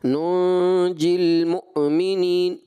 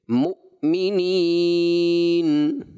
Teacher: حمزہ ساکنہ میں جھٹکا دینا ہے · Shown in: second take · ادھر بھی آپ کلکلہ کر گئے.